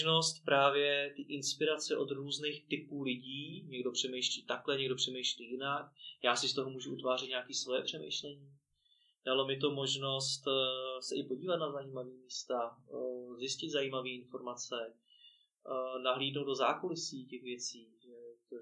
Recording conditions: poor sound quality